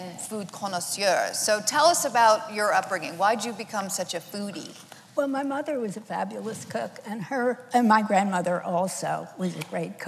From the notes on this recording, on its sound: The conversation was recorded on April 17, 2019 in front of a live audience at New York's 92nd Street Y.